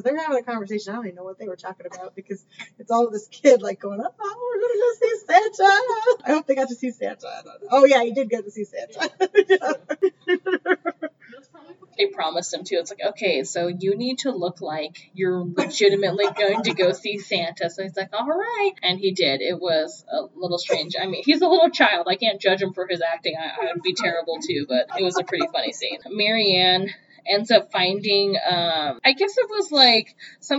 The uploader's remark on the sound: Sorry about the audio on this episode!